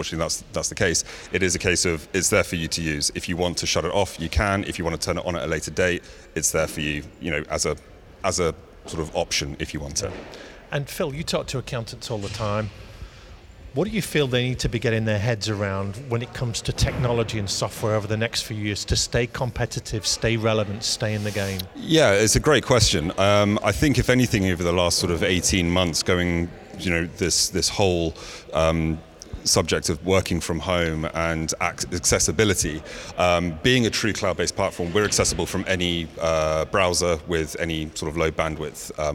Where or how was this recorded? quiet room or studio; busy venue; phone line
busy venue